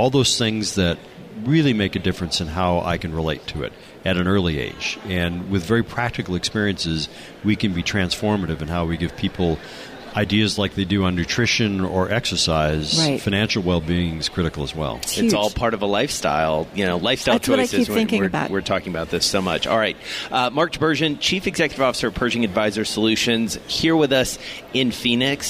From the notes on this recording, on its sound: From BNY Mellon's Pershing INSITE Conference in Phoenix.